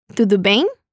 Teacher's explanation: en bem agregamos una I después de la E. Y terminamos con un sonido nasal.